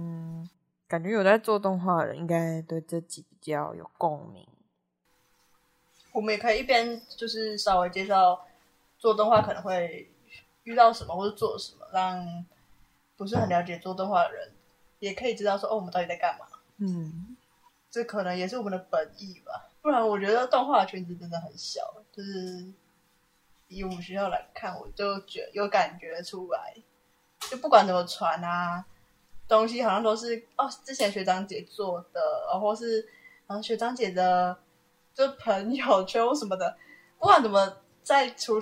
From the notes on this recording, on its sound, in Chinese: 收音、剪輯狀況不大好還請大家多多包涵